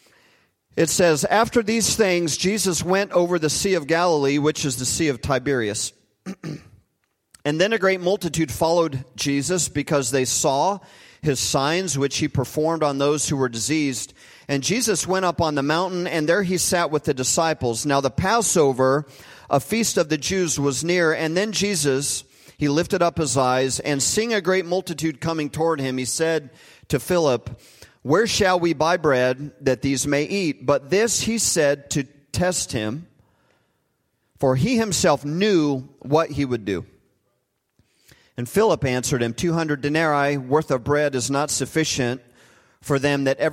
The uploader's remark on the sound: Recorded live at Hope Church in Springfield, Mo.